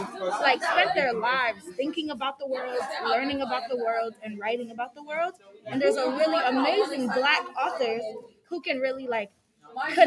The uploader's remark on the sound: We are sharing the live recording from our 2022 Youth Symposium.